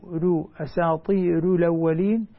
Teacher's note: نقل حركة الهمزة إلى الساكن قبلها في الأولين، وقبلها ترقيق الراء، ترقيق الراء طبعا عند ورش تقليع سواء كانت مفتوحة أو مضمومة، إذا سبقت بياء ساكنة أو كسر فإنها ترقق.